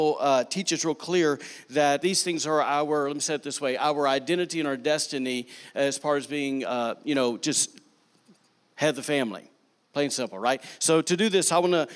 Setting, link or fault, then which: setting, large echoing room